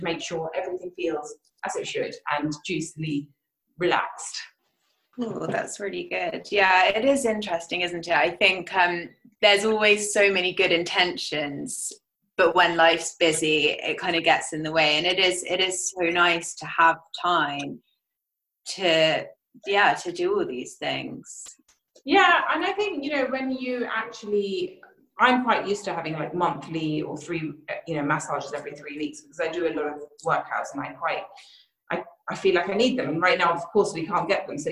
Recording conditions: video call